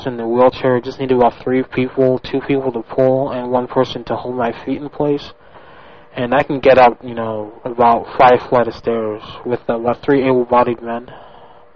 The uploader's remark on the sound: Prank Phone Calls